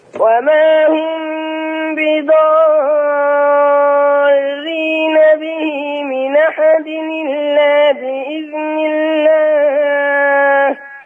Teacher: ما تشبع مد بضاء خلي بالك من الراء المشددة ان كلها مرققة